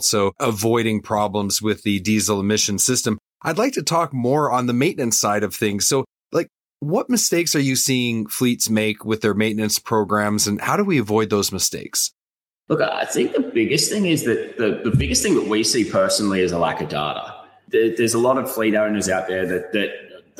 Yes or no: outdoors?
no